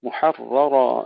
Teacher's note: نحافظ على تفخيم الرائين